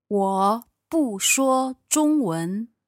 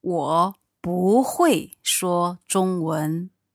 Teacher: But here, because it's followed by 会, which is the fourth tone, it sounds... You change the bu into second tone. · Shown in: second take